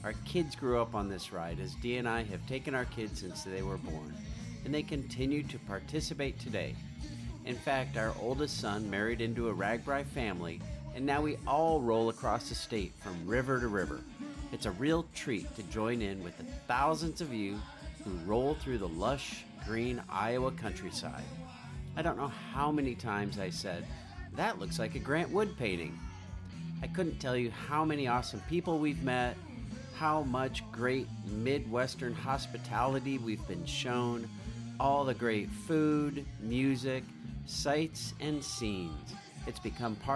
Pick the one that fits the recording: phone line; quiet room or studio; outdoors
outdoors